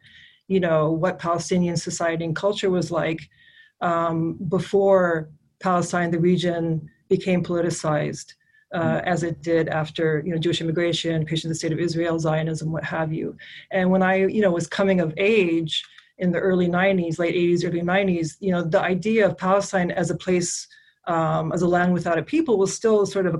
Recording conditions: video call